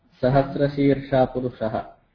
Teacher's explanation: the initial sa is anudatta